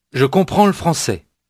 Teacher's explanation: notice how the L sound of le français almost gets lost, but not quite